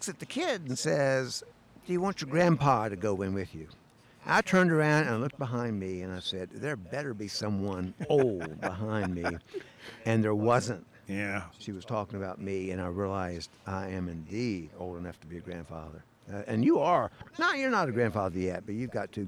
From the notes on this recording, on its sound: This episode was recorded at Saluda Outfitters in Saluda, NC – home of Green River Eddy’s Tap Room.